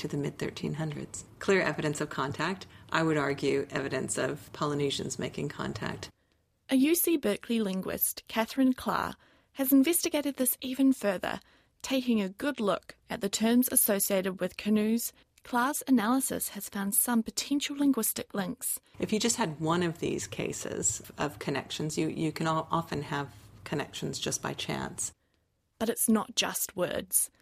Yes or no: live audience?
no